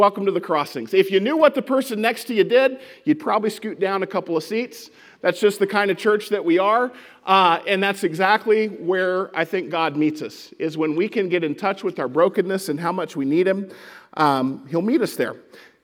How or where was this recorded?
large echoing room